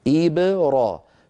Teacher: هذه الباء ساكنة مقلقلة قبلها كسرة بعدها فتحة . إبرا فعلى الناطق ألا يجعل نطقه يتأثر لا بالكسرة التي